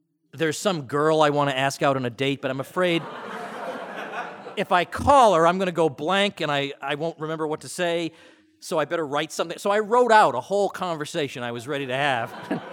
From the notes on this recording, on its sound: opening lecture at Mises University 2017